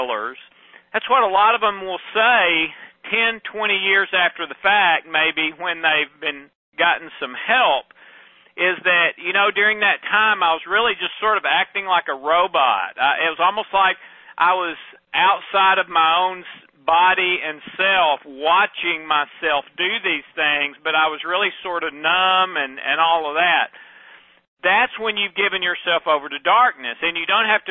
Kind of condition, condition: link, phone line